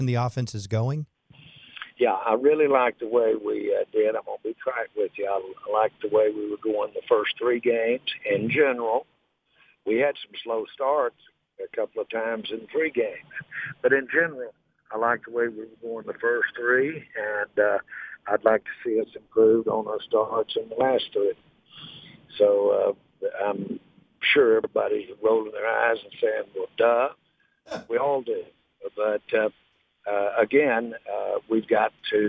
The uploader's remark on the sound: Called in to the Ben and Skin show.